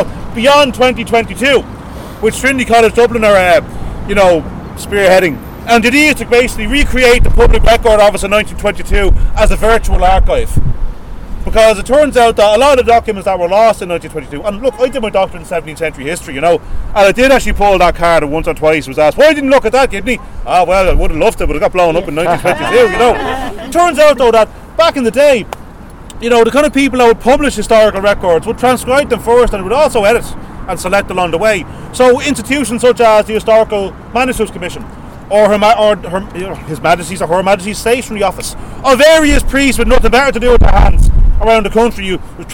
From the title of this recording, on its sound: Dublin Revolutionary Walking Tour